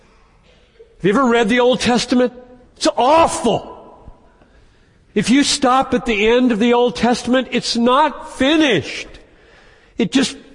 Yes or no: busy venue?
no